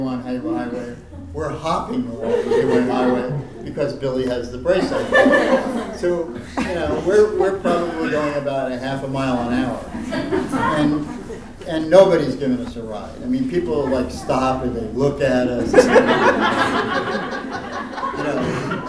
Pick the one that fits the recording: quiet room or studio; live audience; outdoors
live audience